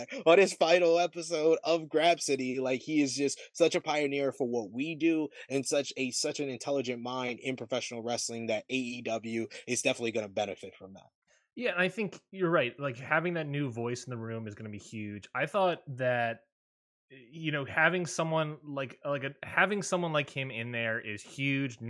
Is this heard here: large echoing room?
no